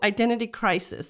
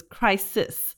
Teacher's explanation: she just basically emphasizes that middle S in crisis